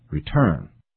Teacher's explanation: a T does not sound like D when it comes before a stressed vowel, as in return